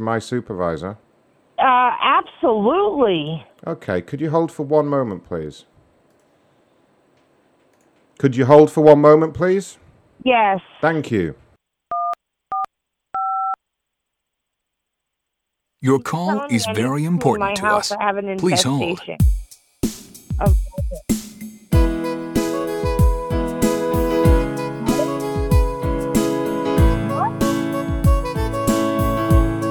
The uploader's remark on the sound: Another show of ringing, sorry about that guys